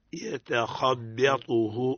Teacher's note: الباء مرققة والطاء مفخم والخاء مفخم وقعت بين مفخمين